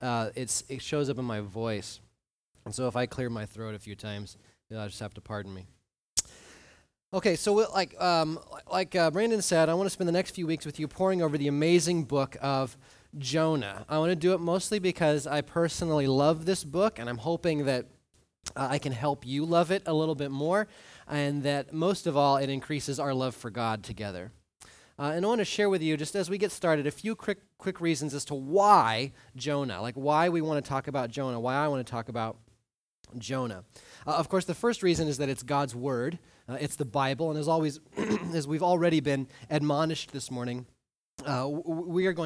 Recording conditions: large echoing room